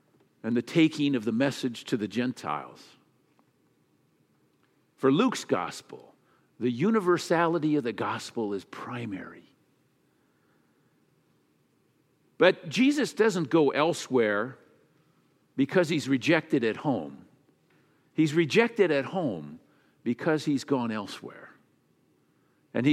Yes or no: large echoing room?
yes